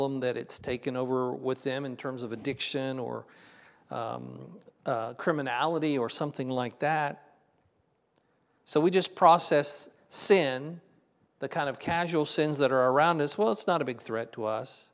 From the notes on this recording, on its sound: This was originally recorded at Palestine Church of Christ on Nov 5th, 2023.